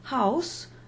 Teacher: in the German word Haus, although the letter is a U, the second vowel, that U, would be actually transcribed as a closed O. In English, Haus, the U would be transcribed as an open U.